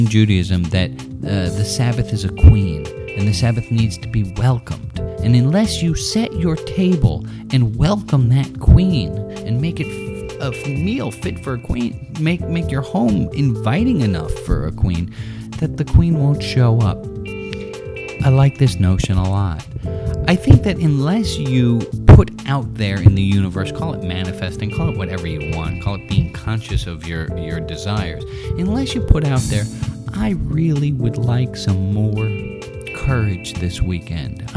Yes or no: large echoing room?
no